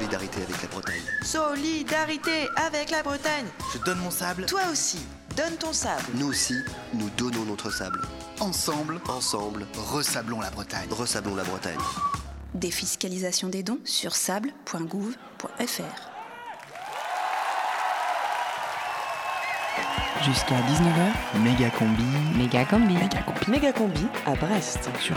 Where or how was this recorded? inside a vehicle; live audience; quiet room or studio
live audience